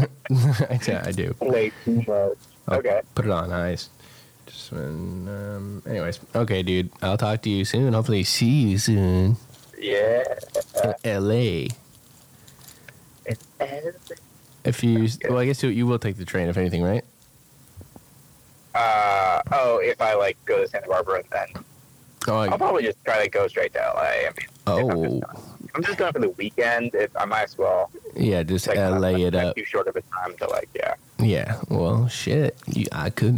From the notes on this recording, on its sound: Now here's 2 seperate Phone calls.